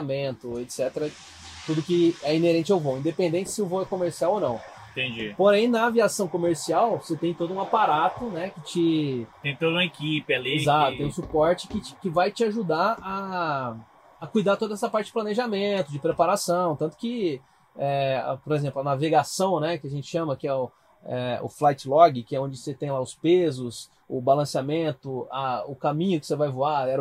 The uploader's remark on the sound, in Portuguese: Dentro de um Cessna, no Hangar do Aeroporto de Congonhas gravamos esse podcast.